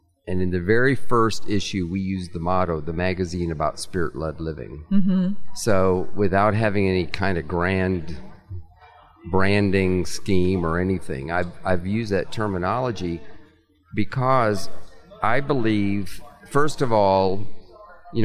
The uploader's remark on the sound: recorded at the National Religious Broadcasters convention in May